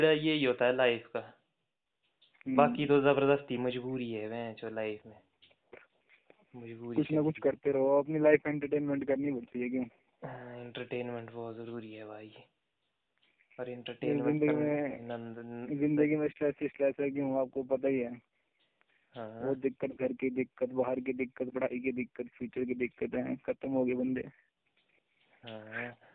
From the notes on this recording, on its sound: A phone call talk